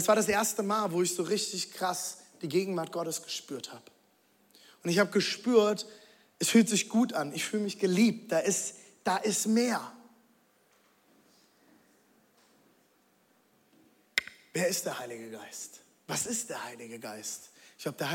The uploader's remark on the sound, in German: Audiomitschnitt der Predigt